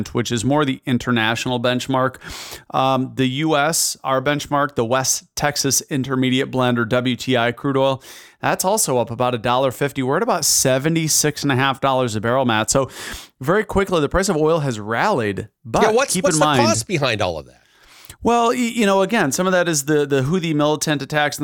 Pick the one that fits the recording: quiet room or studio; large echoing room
quiet room or studio